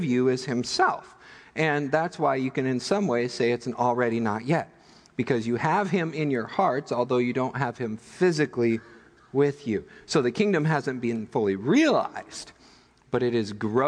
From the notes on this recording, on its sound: Midland Evangelical Free Church Sermon Audio